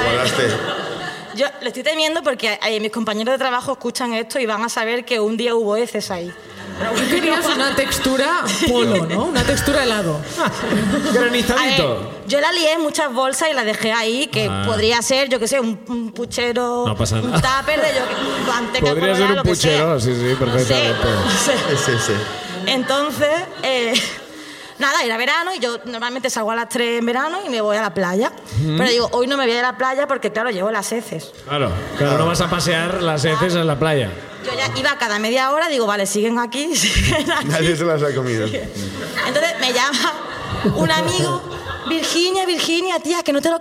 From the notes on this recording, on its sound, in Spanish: El público de Barcelona comparte sus ruinas